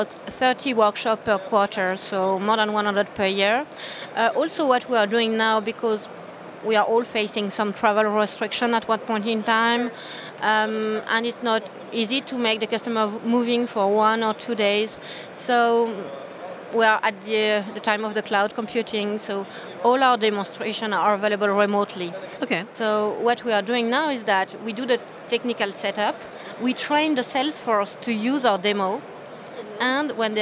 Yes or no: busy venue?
yes